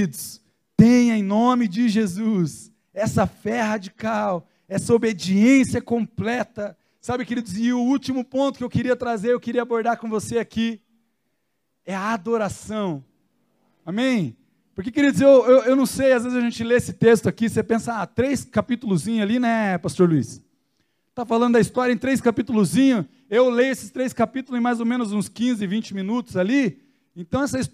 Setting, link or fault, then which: setting, large echoing room